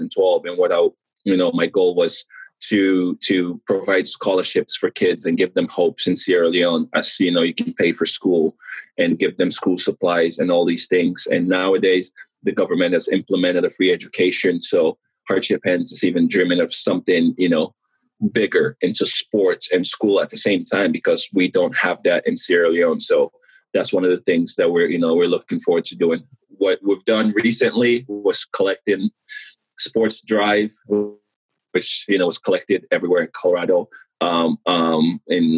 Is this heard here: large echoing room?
no